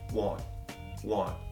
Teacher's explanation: o T em contrações, quando você fala rápido, ele quase nunca é pronunciado